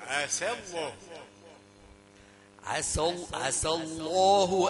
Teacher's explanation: عسى سين رقيقة وإن دخلت على لفظ الجلال برضو تظل رقيقة